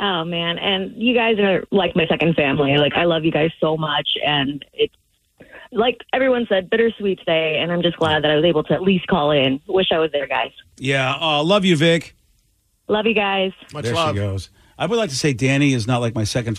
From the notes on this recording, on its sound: Last Show on KISW. The phone lines are jam packed!